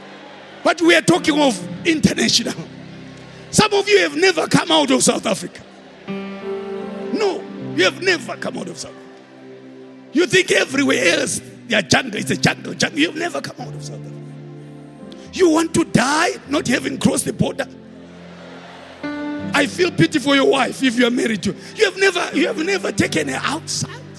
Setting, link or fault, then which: setting, live audience